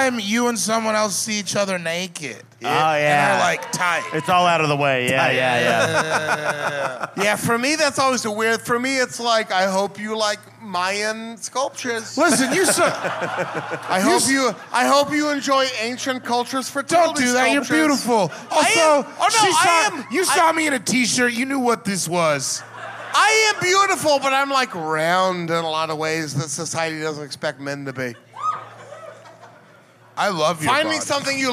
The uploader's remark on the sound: This was recorded live in Washington DC at The Black Cat.